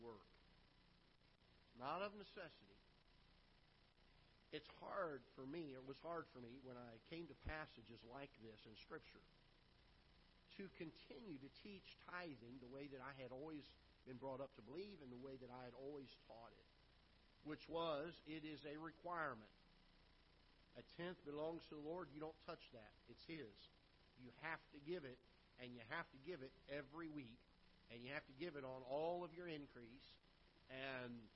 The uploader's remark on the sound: Ketha Heights Baptist Church ~ Live Broadcast